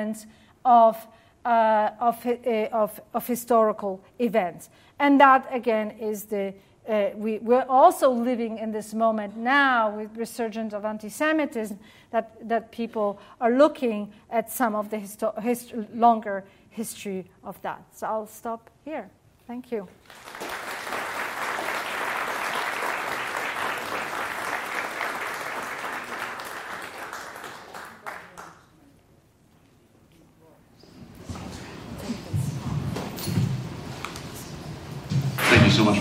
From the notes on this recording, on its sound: during the Center for Jewish Studies' Annual Pell Lecture on March 15.